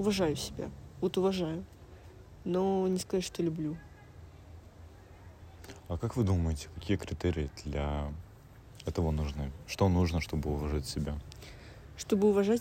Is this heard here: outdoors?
yes